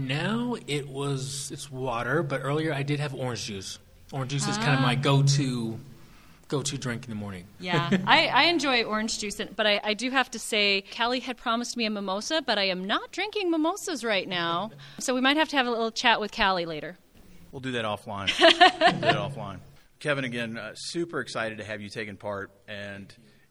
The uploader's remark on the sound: Live in front of an audience recording. This was part of our session with the Emerging Professionals group at SHRM19 in Las Vegas.